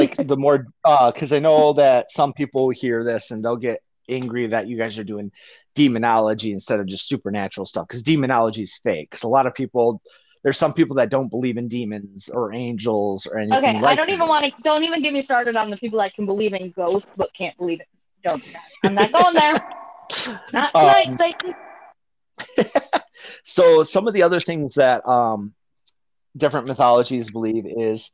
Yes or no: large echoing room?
no